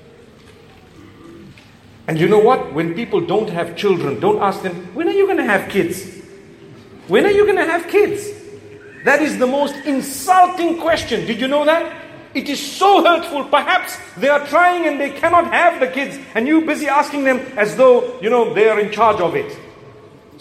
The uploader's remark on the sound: A lecture delivered in Perth Australia at the Masjid within the AIC campus.